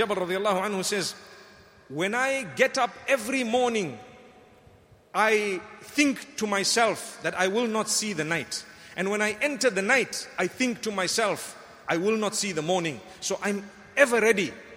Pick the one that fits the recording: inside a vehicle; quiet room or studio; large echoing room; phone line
large echoing room